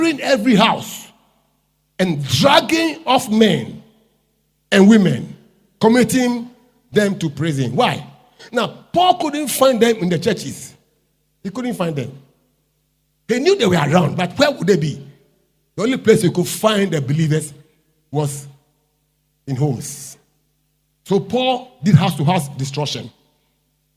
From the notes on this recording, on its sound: Preached At LCC Goshen.